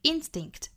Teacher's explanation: instinct 这个单词呢要重读在第一个音节是 instinct,不要读成了 instinct,是 instinct,那 one's instinct 再加 s 变成复数呢要读成 ts,啊一次两次 ts 的那个声母 one's instinct,那我们再来读一下这句话